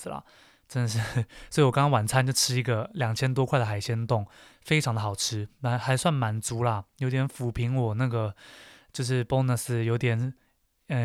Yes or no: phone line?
no